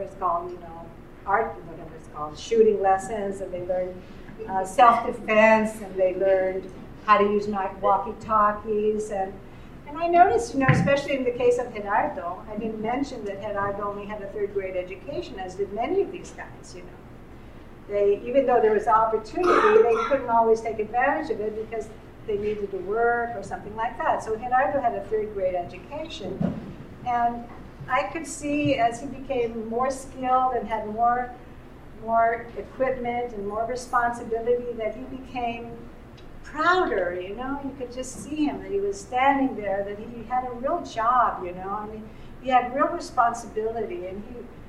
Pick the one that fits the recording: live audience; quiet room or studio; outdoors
live audience